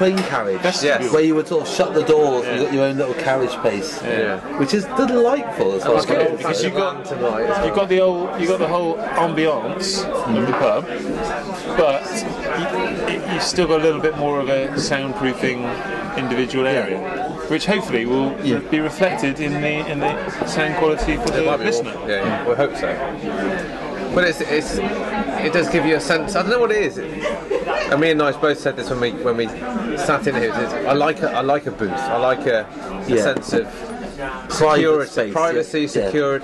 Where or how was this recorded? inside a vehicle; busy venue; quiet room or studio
busy venue